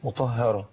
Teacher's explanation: والهاء كمان لازم تطلع مرققة لأنها من الحروف المستفلة